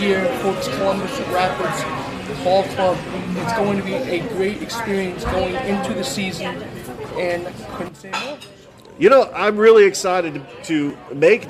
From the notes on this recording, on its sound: Live from Ivy Park Sports and Grill